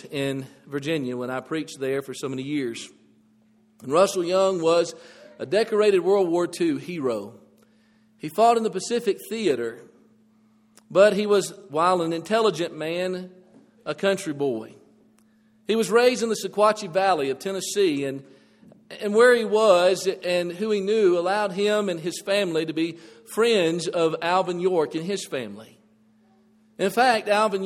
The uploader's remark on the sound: This audio presentation is provided from the Bear Valley church of Christ in Denver, Colorado.